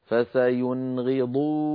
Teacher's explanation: نون ساكنة بعدها غين لا زيادة في زمن النون · Term: إظهار